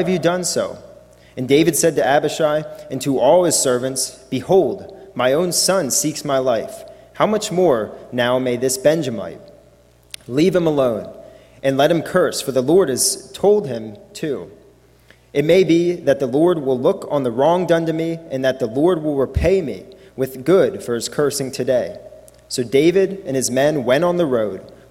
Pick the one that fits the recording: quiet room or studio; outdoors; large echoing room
large echoing room